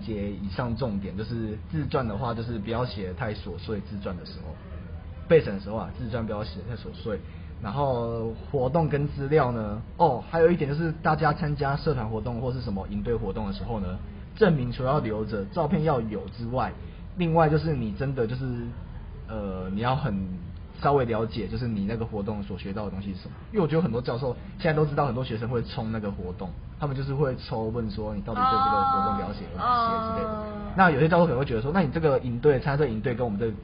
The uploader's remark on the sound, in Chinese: 因為錄音地點附近是校園所以會有鐘聲XDD還請大家多多見諒。因為是頻道草創時期，所以有雜音或是音質上的問題還請大家見諒。